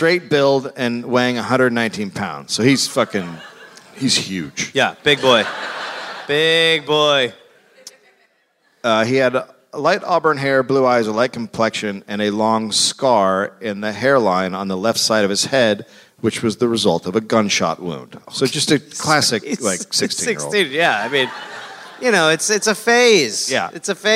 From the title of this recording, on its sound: Live in Portland